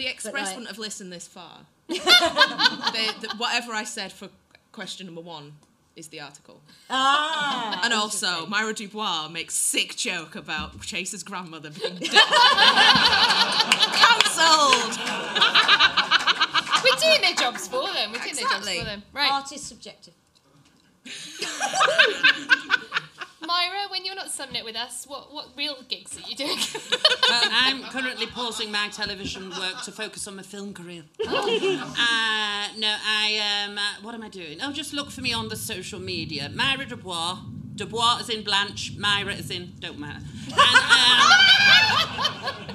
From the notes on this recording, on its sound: The second of our two part LIVE extravaganza direct from the big, camp Above The Stag cabaret room.